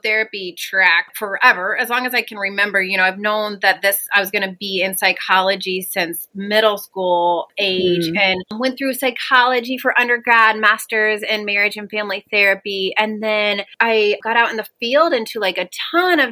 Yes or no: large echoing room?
no